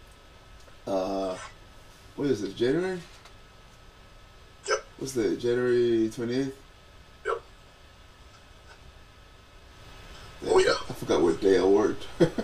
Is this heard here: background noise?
yes